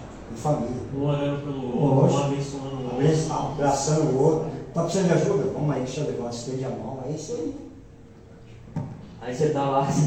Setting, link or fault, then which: setting, large echoing room